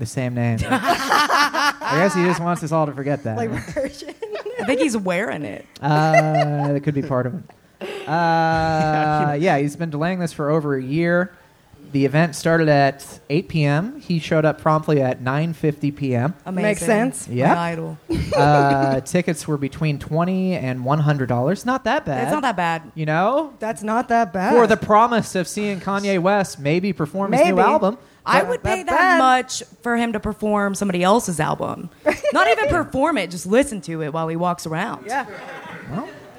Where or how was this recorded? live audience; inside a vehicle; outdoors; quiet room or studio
live audience